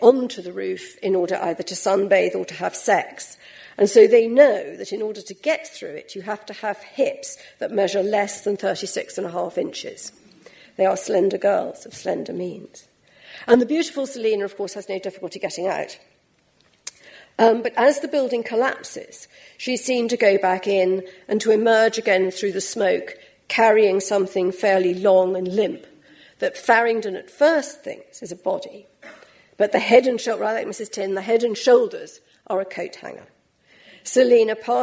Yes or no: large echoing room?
yes